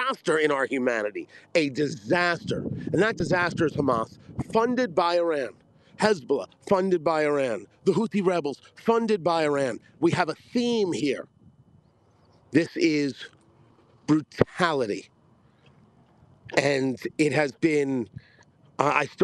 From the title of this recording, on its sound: report from the Re'im music festival massacre site